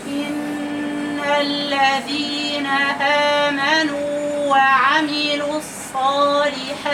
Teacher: الذين فيها مد بالياء آمنوا فيها مد بالألف وكمان فيها مد بالإيه بالواو · Term: المدود الثلاثة